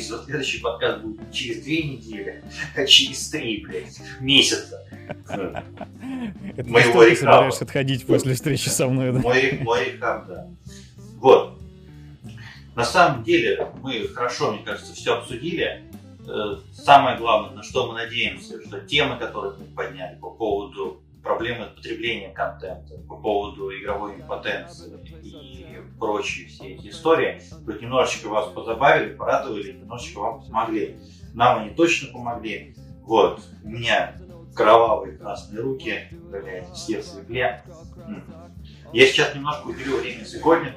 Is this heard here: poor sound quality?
yes